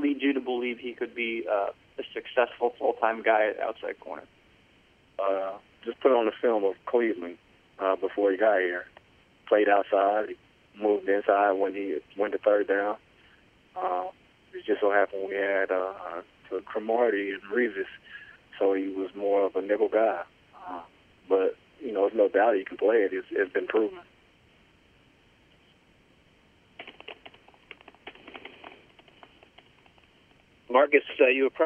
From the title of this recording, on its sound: Conference Call